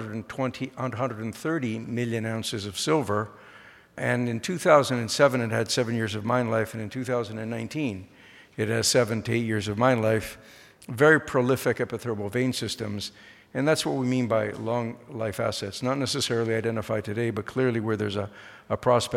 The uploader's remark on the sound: The discussion was recorded live at The Northern Miner‘s Canadian Mining Symposium held at Canada House in London, U.K., on May 22, 2019.